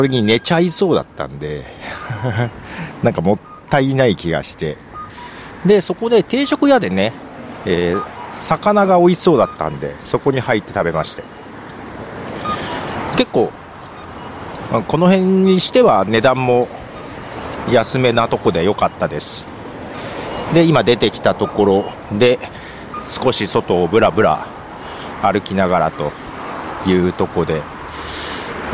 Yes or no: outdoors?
yes